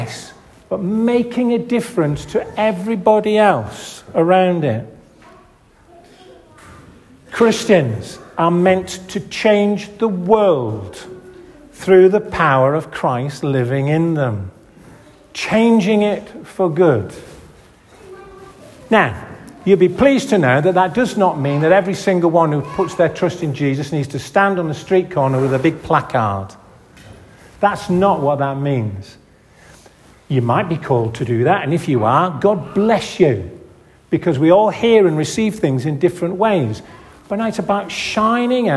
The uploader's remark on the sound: This audio recording was taken at the 10:30 Benefice Communion Service, 'The Gathering' on February 4th 2024 in St Oswald's Church, Askrigg.